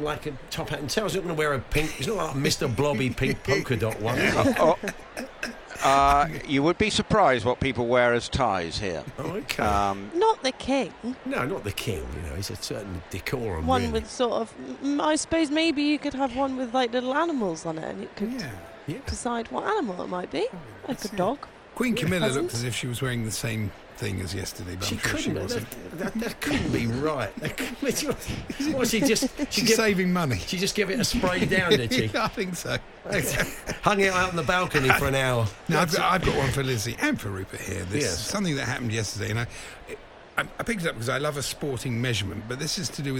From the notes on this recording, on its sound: Join the guys live from Ascot with tales from off the track.